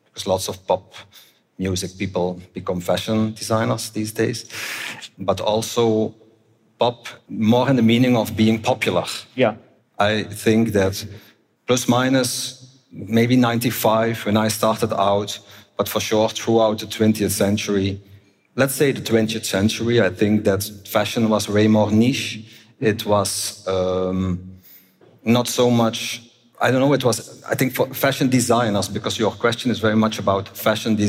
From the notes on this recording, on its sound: At our Fashion Talks conference in 2019